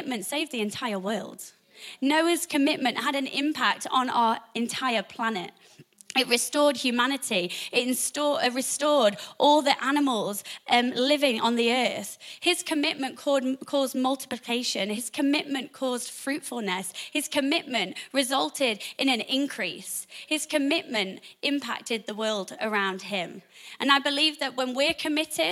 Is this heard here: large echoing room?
yes